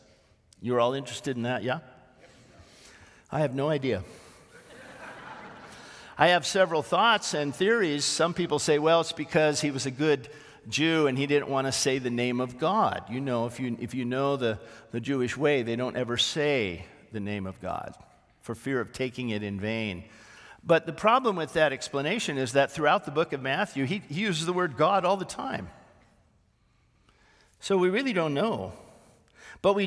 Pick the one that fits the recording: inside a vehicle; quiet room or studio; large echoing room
large echoing room